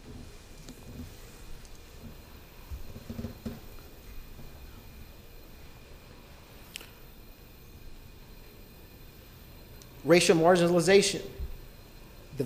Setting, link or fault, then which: setting, large echoing room